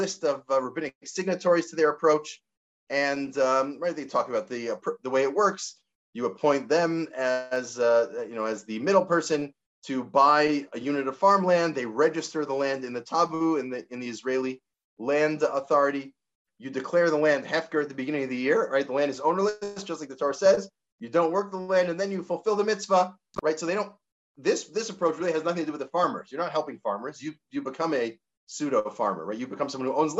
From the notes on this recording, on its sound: This audio was originally captured from Zoom on 11/14/2021 as part of Drisha's Fall Zman